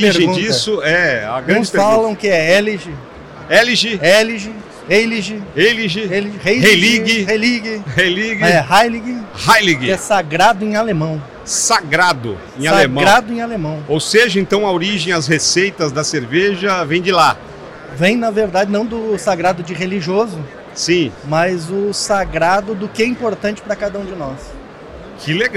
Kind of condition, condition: setting, busy venue